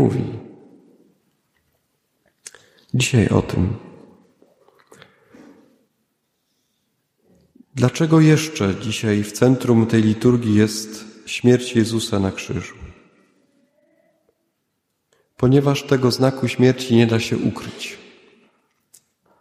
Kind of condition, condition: setting, large echoing room